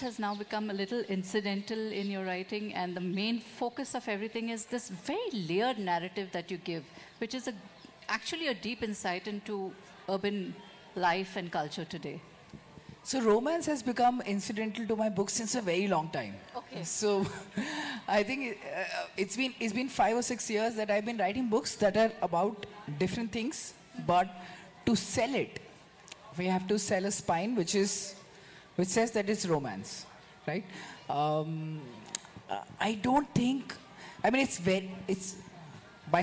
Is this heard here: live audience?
yes